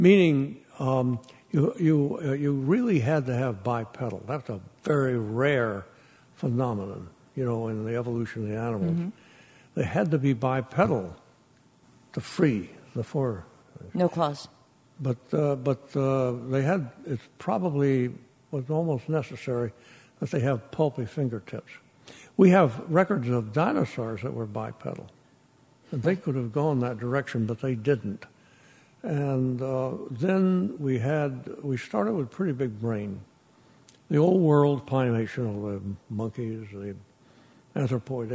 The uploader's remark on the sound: Recorded live at The Music Hall in Portsmouth, NH in 2014. This archive program may still contain broadcast elements from the time it aired.